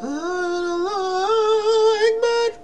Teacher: Son E harfi Ekber dediği yer boğazına doğru düşüyor. · Term: boğaza düşme